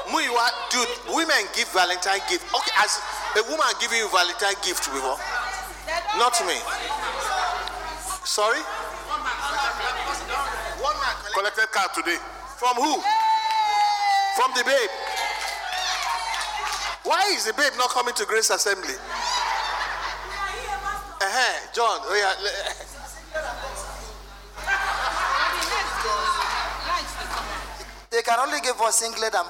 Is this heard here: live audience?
yes